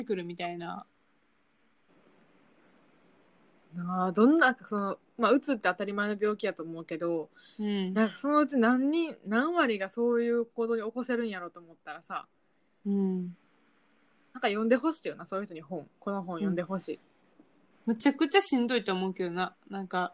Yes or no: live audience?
no